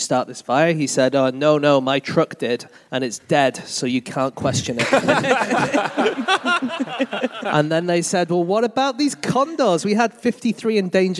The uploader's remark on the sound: Live from Antwerp